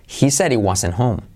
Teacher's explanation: Y la T de wasn't también la omitimos